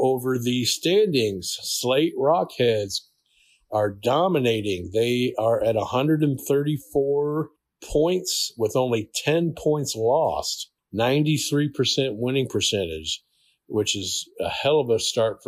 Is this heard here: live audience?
no